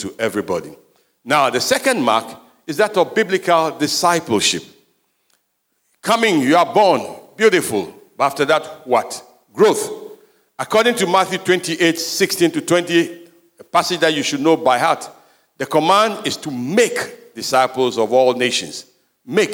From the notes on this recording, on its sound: Sermon preached at CBC Shiashie Campus